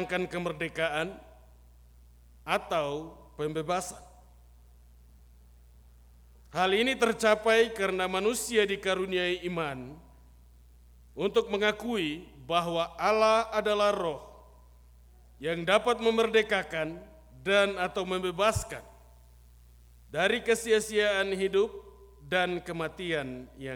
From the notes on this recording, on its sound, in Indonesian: Khotbah dan Doa Syafaat rekaman ibadah Minggu Pagi tgl 22 Januari 2023.